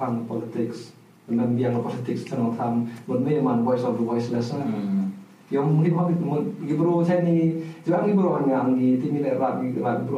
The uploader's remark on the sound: First Off Sorry for the Quality of the Sound. He deleted the Audio by mistake. We have to take the Audio From the Camera.